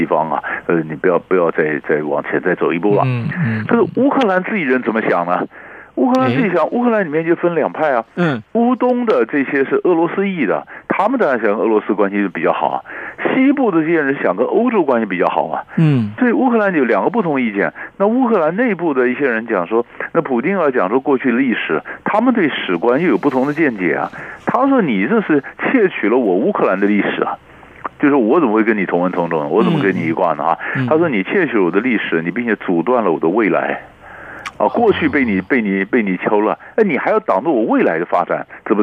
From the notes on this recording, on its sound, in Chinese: 連線訪問